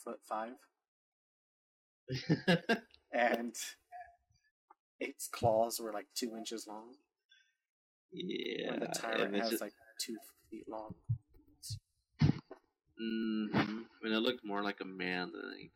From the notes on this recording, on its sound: Excuse the poor audio and many other flaws. This is as amateur as can be.